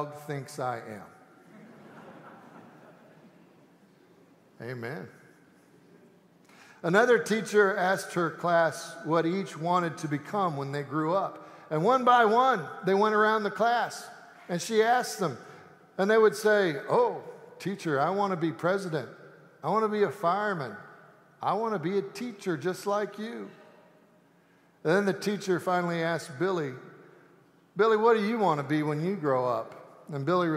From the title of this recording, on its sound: Easter Sanctuary Service